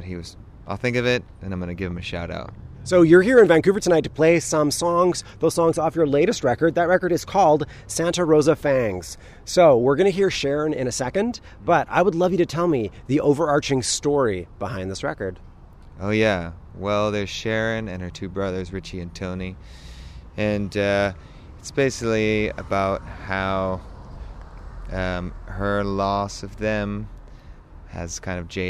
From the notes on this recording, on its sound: When he visited Vancouver over this past summer. It was a beautiful summer evening outside the Biltmore and we chatted while watching people go about their evening routines. At one point, the interview was interrupted by three frisky dogs.